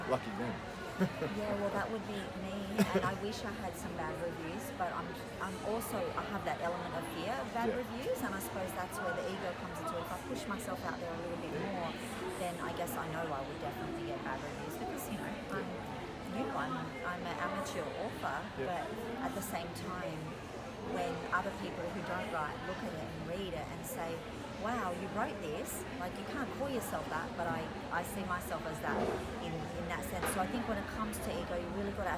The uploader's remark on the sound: Live at Book Fair Australia. For The Witty Writers Show at Book Fair Australia.